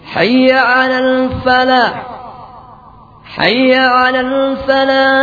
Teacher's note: memendekkan lam sehingga menjadi hayya 'alal falah